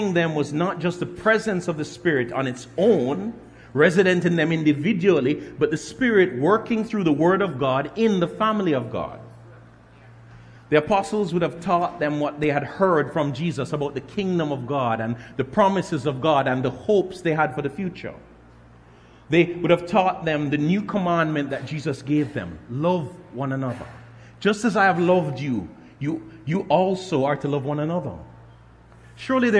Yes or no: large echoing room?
yes